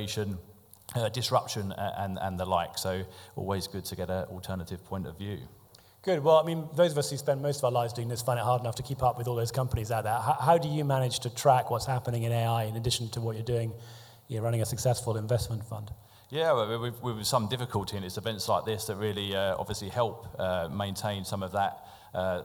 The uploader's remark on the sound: This week’s podcast features edited highlights. Chatting on stage with leading figures from AIG, Cytora, WhenFresh and Polar Capital at our live event in The Steelyard.